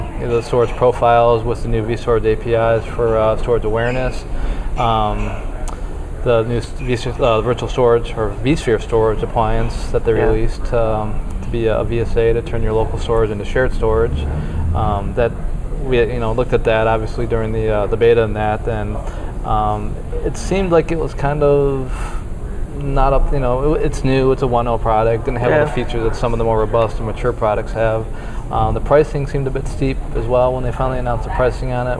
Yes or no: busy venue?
yes